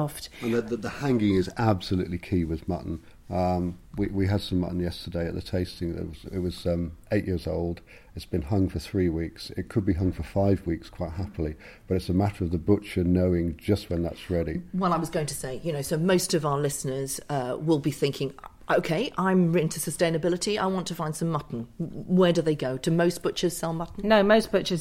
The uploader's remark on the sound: at the Abergavenny Food Festival earlier this year